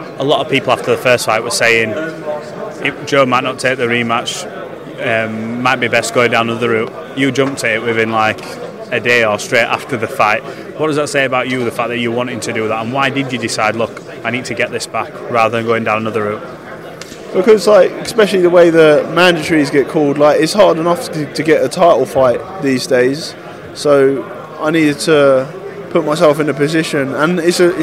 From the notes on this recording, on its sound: at the final press conference